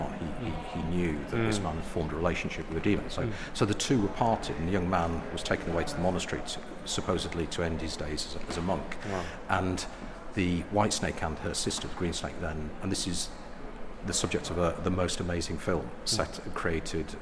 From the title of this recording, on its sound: Live from Manchester Museum